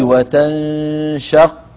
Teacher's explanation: وأتيت بقلقلة من أحسن ما يكون على القاف